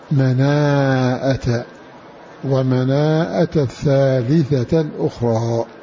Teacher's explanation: بزيادة همزة مفتوحة بين الألف والتاء ومد الألف